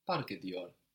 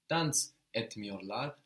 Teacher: the T here doesn't change because we don't have the vowel softening it · Shown in: second take · No, we have the M there.